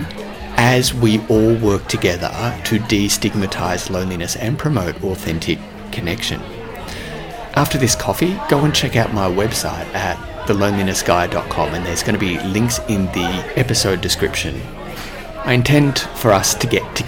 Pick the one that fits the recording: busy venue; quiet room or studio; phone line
busy venue